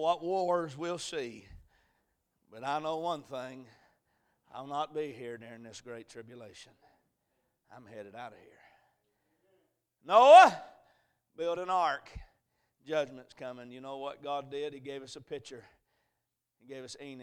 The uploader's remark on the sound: A message preached at Crossroads Baptist Church